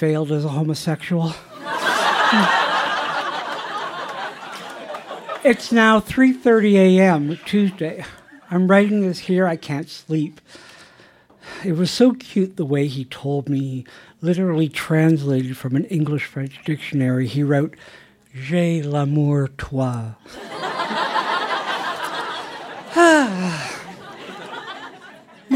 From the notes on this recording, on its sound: Recorded live at Yuk Yuk's in Ottawa, ON.